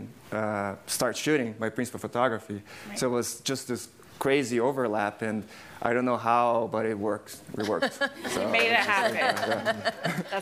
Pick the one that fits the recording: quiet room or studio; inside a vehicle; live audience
live audience